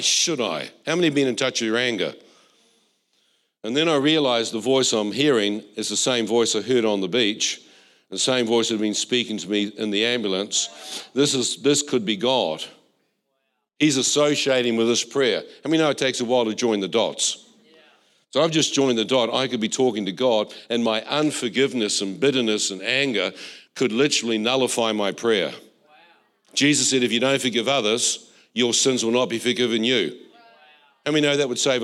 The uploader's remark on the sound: This was recorded in our Melbourne East service